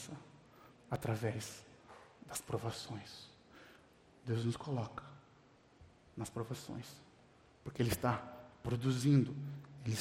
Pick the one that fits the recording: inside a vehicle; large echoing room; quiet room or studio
large echoing room